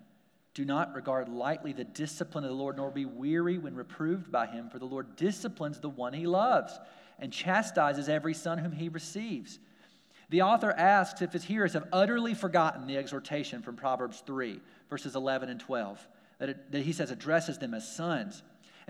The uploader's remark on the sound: We're glad to share our service audio.